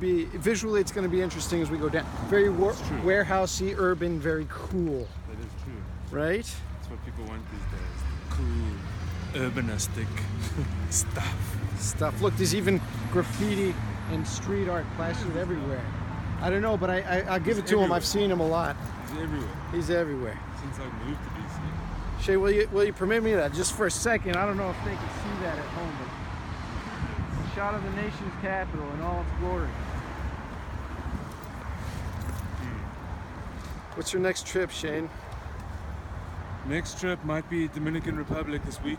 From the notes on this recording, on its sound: walk once around the block in the Union Market district of Washington DC